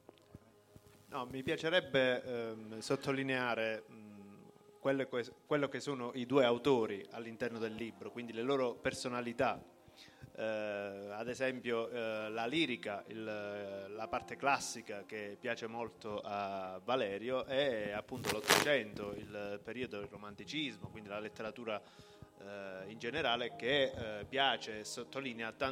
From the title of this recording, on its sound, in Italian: Live in Piazza Ponte.